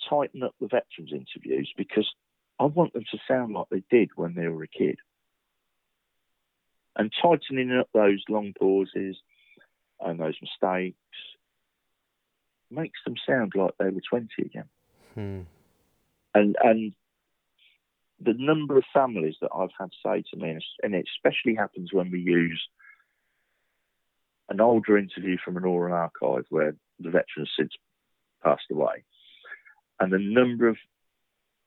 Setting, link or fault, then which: link, phone line